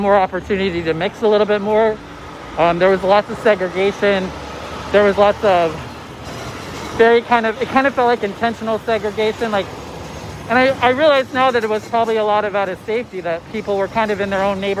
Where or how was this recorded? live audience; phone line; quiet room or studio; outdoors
outdoors